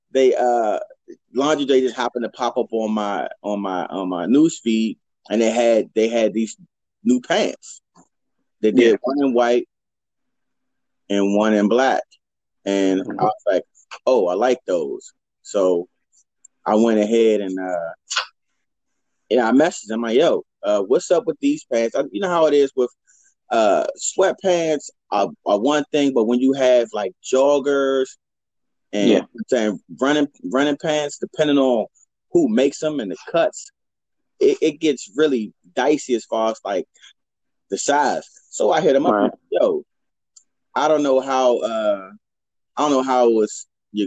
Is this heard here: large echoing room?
no